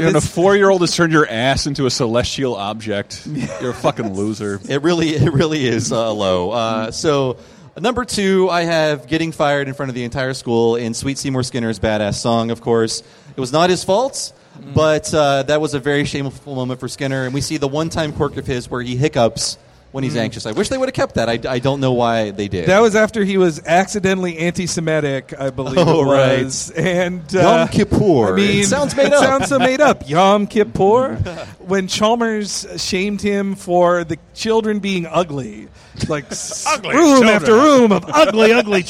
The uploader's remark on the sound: Recorded at SF Sketchfest Nightlife on January 18, 2018. Did our first live show. We got to have a live chat with Simpsons writer/standup legend/creator of Stan Against Evil.